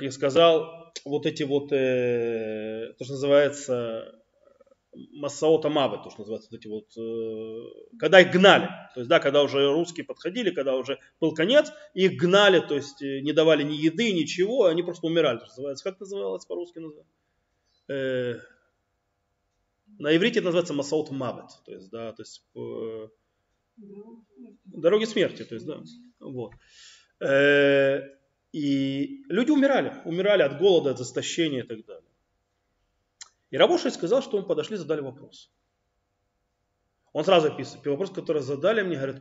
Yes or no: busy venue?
no